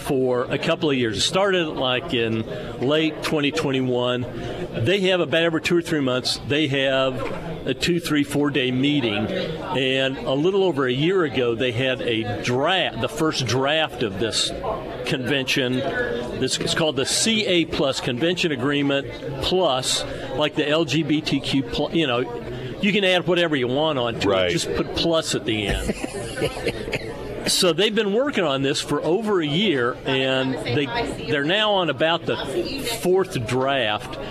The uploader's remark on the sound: Live at Scramblers Diner for Heroes Breakfast.